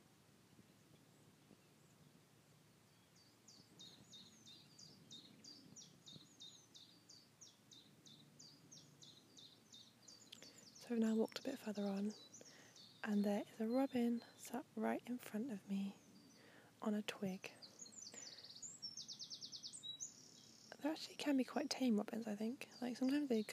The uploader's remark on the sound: A Sunny Seaside Stroll. Expect sounds of the Cornish waves, birds singing and some local conversation.